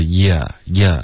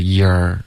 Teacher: 这个 yeah 的这个音不要加儿化音 · Shown in: first take